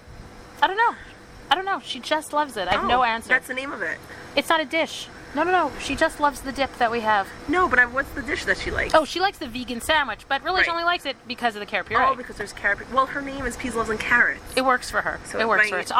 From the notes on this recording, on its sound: We stood outside the bakery, on our front porch, and just talked